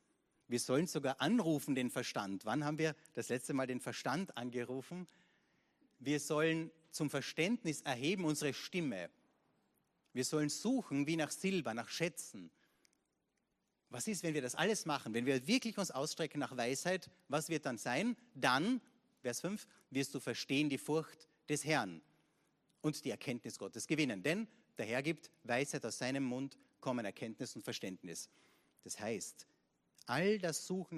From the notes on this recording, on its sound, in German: Gottesdienst live aus der LIFE Church Wien.